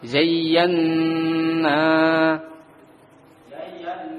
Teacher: Ada dengung tapi sedikit. Nah, tidak panjang.